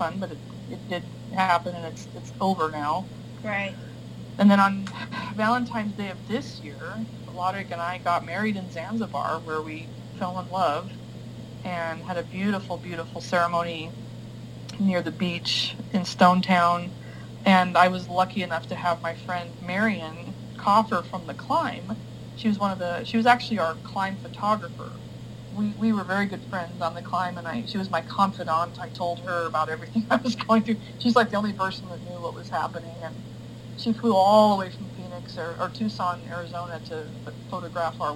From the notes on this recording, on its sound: We had a few recording difficulties